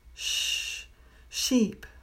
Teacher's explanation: With sheep, the air escapes the entire time